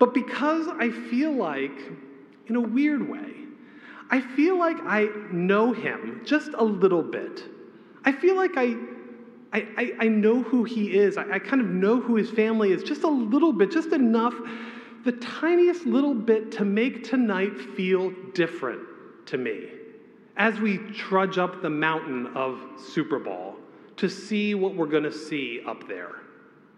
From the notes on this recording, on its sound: A homily preached on the Last Sunday after the Epiphany, February 11, 2024.